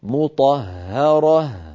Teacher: أيضا في الآية 57 وقفنا على قوله تعالى لهم فيها أزواج مطهرة، مطهرة فيها هاءان، الهاء الأولى مشددة مفتوحة والهاء الثانية ساكنة عند الوقف، وكلتا الهائين بحاجة إلى بيان هكذا. · Term: بيان صوت الهاء